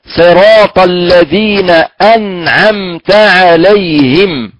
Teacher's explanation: هناك من يسهل الهمزة ويقرأ الهمزة هنا مسهلة، يعني الذين أنعمت، فهذه الهمزة محققة من أقصى الحلق